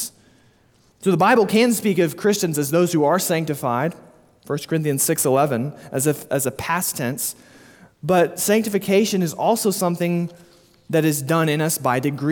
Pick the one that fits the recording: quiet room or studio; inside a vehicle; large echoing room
large echoing room